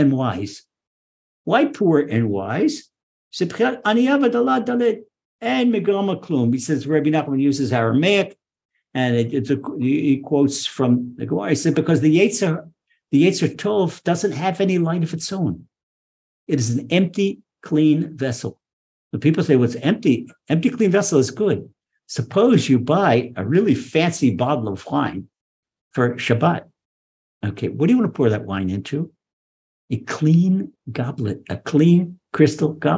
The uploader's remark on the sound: Recorded via TORCHzoom. (Ashdod, Israel) by TORCH Centre (Houston, Texas).